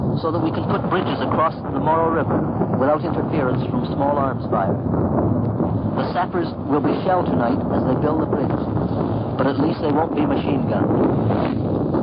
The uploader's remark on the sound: It was recorded in Italy as Canadian troops crossed the Moro River during the fight against German soldiers.